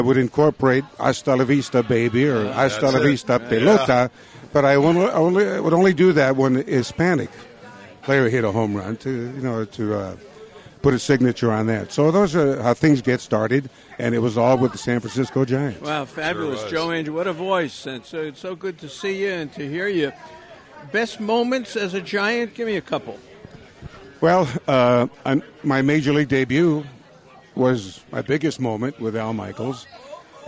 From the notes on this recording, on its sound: Talkin’ Baseball LIVE at the Public House